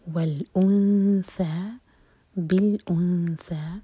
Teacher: نون کی آواز کو چھپائیں گے اور سا کے لیے زبان تیار کریں گے اور دو سیکنڈس کا ٹائم دیں گے.